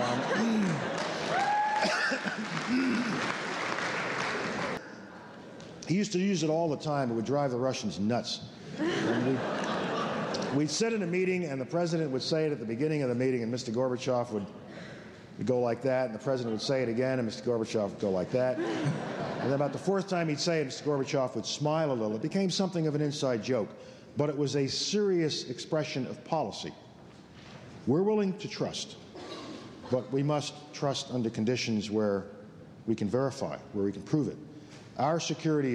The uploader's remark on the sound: This address was recorded at the Academy of Achievement's 1990 Summit in Chicago